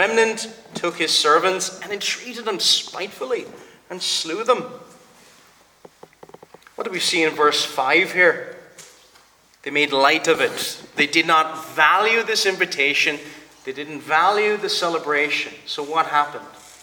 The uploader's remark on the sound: Preached at the Presbyterian Reformed Church of Stockton-on-Tees -England-.